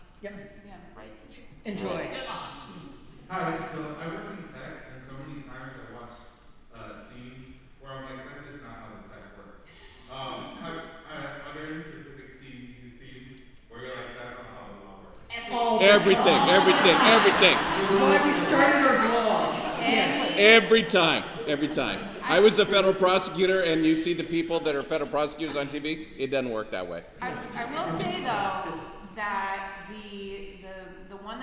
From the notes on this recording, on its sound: Recorded Live at SDCC 2022. Recorded at San Diego Comic Con.